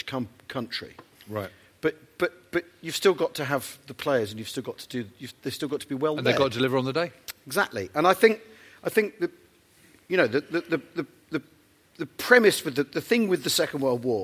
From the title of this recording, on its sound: Live at The National Army Museum